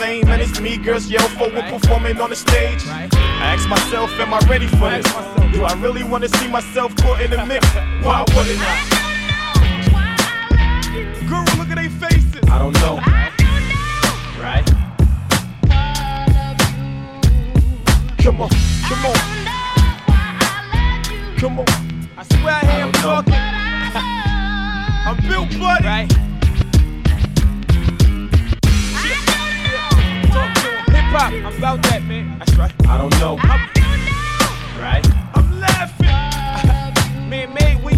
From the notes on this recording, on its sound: Recorded at Prairieland Park - Afterparty at Jax Nite Club 302 Pacific Ave. Downtown Saskatoon.